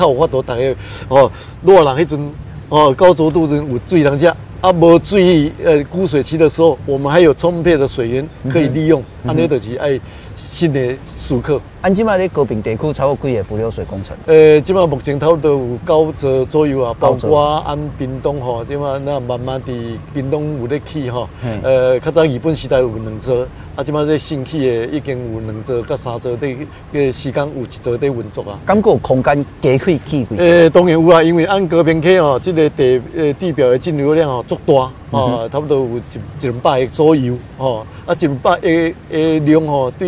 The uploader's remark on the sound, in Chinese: 雲林古坑乾旱現場